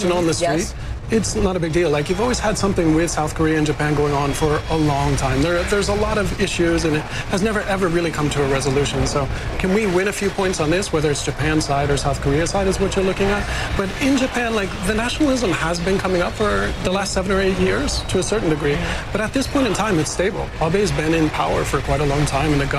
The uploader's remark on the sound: live from the New York Stock Exchange